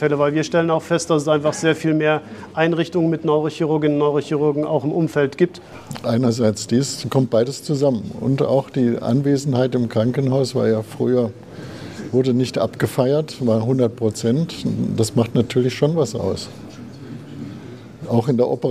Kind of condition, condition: setting, busy venue